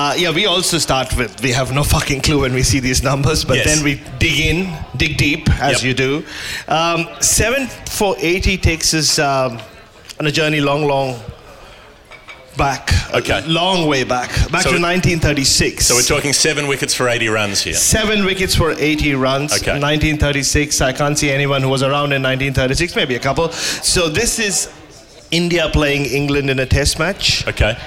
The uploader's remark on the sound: Live in Adelaide. This show comes to you LIVE from the Arkaba Hotel in Adelaide, the evening after the West Indies Test, with a room full of people who were split about 50/50 in terms of being there for the show or being confused by the show.